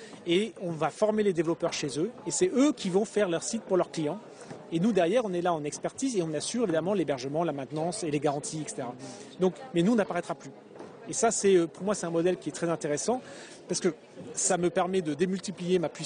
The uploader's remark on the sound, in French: Au Universite d'Eté du MEDEF 2012 et ai pris l'occasion d'enregistrer cet entretien.